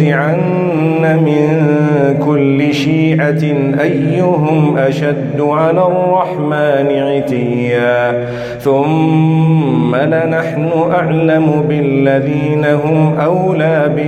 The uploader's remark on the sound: Recorded from Salatul Fajar at Masjid Al Falaah in Harare, Zimbabwe